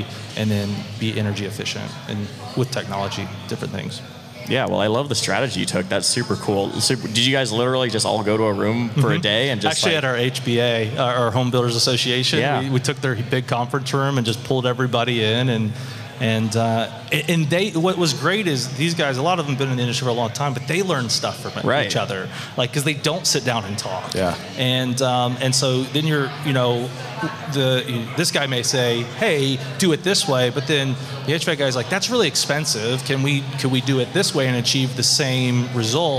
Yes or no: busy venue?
yes